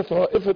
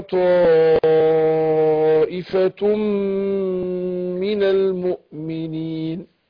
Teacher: ده مد متصل لازم أمد أربعة · Shown in: second take